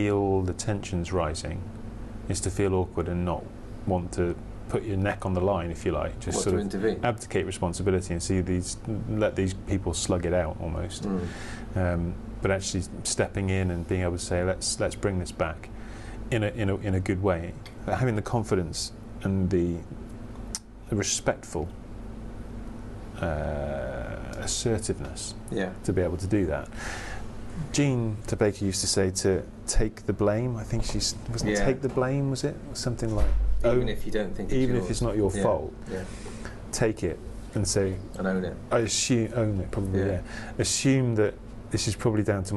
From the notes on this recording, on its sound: From The Cat & Custard Pot, Shipton Moyne, UK